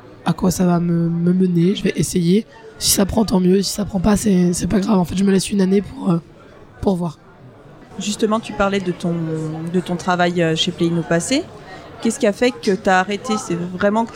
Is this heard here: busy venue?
yes